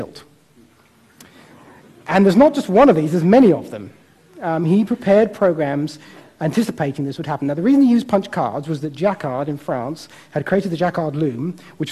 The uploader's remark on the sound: Recorded at TEDxImperialCollege